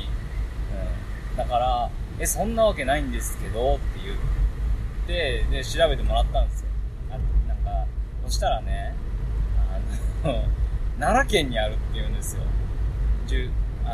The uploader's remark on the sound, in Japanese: 車内雑音ラジオ。